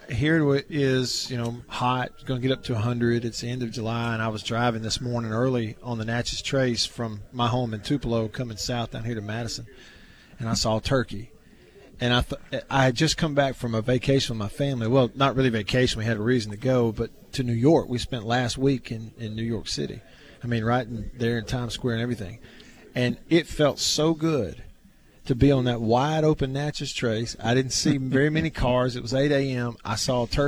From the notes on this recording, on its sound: LIVE from DeViney Equipment in Madison